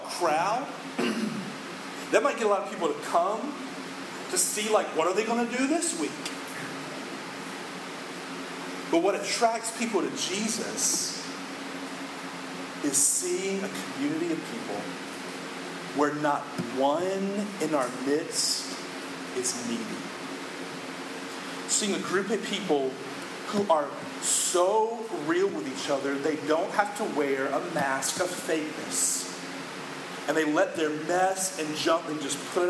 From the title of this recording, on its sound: poor audio